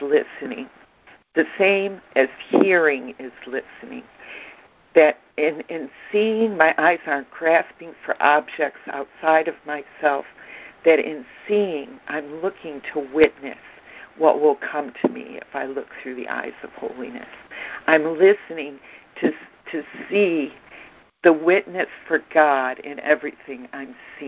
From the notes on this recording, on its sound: ACIM Daily Conference Call